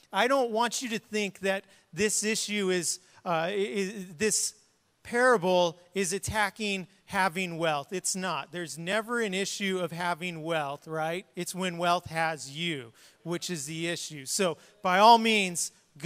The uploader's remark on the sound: was preached on March 20th at the 10AM service